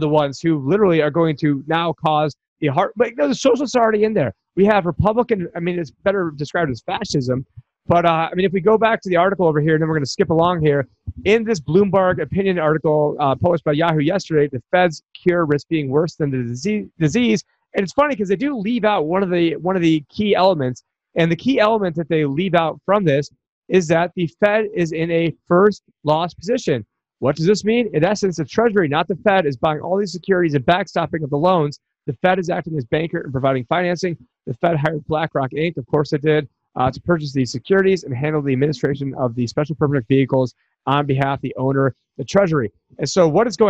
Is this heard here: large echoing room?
no